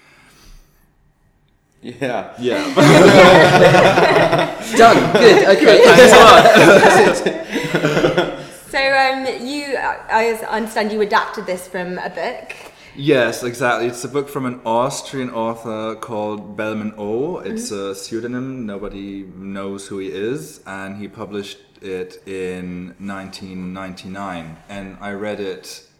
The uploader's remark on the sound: We're coming to you direct from the International Dublin Gay Theatre Festival where we're performing our show Bleach.